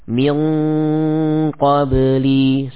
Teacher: suara ikhfa ditebalkan karena bertemu dengan qaf.